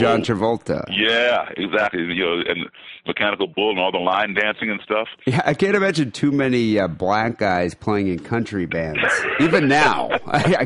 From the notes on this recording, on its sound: Phone calls and listener email.